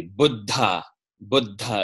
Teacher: with that little pause for the double consonant